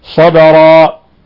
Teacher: والباء هنا ساكنة تقلقل